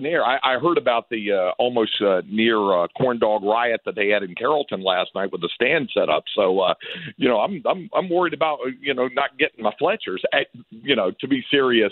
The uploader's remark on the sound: hop on the phone